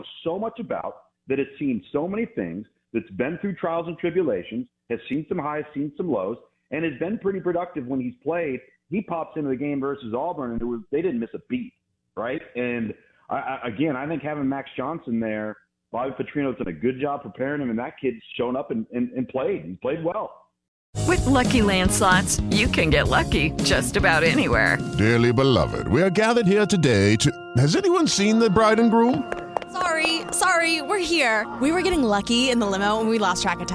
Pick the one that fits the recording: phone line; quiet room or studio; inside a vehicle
phone line